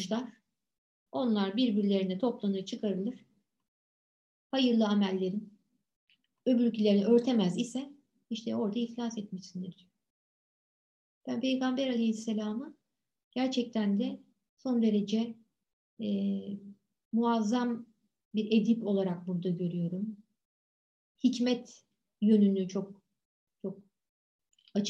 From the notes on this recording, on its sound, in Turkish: Pandemi döneminde derslerimizi Zoom programı üzerinden online olarak yaptığımız için kayıt etme imkanımız da oldu.